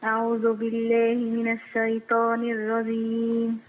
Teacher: خد بالك بس من حاجه، الشيطان عايزين نفخم الطاء شويه لان الطاء هنا في اعلى مراتب التفخيم